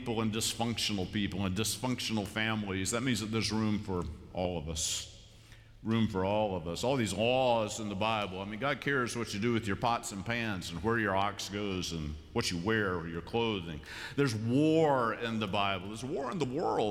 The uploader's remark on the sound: Worship at Myers Park. Live from Myers Park United Methodist Church in Charlotte, North Carolina.